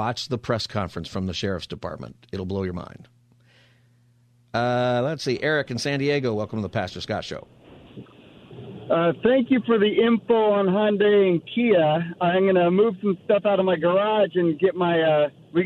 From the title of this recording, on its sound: Open Phone Friday